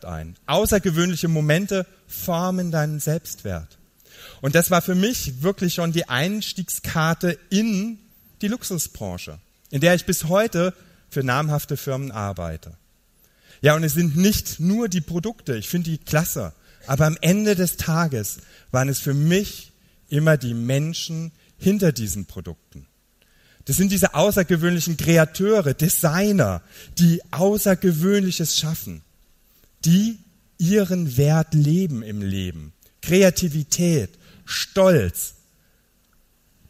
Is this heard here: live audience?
yes